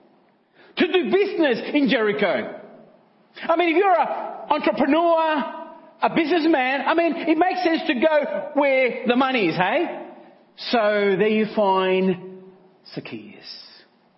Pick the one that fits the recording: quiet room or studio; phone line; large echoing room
large echoing room